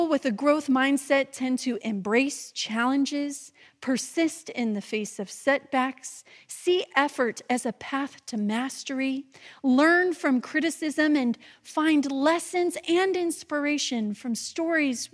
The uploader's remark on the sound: this message delivered during the traditional Worship service